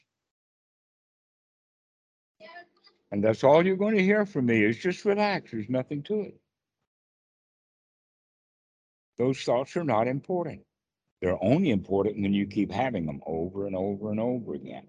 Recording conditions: video call